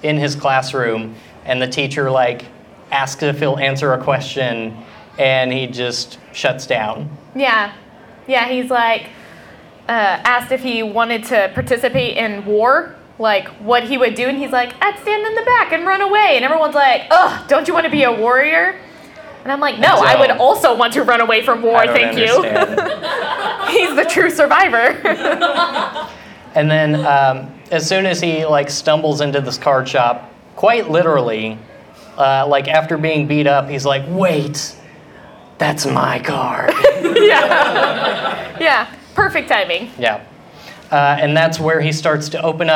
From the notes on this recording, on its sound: Live at AnimeCTX in Austin, TX.